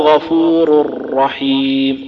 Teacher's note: نطقي للراء الثانية في رحيم أشد أطول صوتا من نطقي للراء الأولى في غفور · Term: التشديد